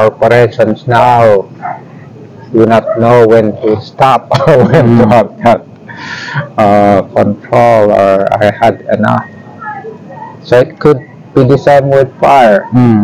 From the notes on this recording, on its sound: From Kinakin, Banaue, Ifugao. We asked his permission if we could put on record this sacred ritual and also to conduct interview while we are on the sacred circle where he agree.